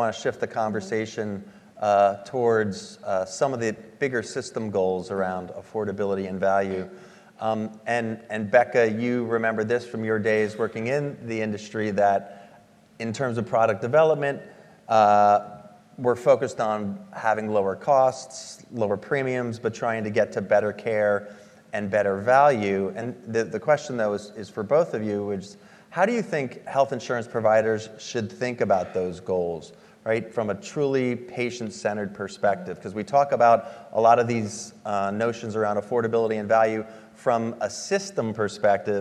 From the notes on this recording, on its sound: During this live recording at AHIP’s Consumer Experience and Digital Health Forum in Chicago.